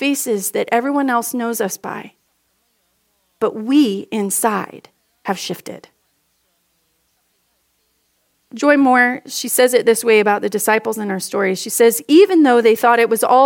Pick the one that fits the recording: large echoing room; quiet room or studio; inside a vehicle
large echoing room